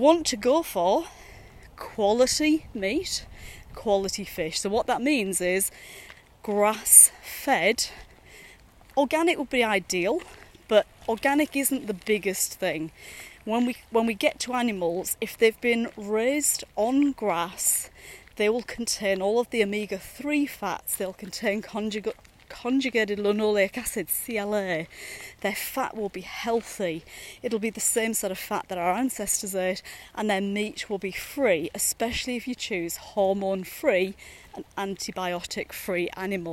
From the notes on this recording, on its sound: A series of short podcasts recorded during daily walks.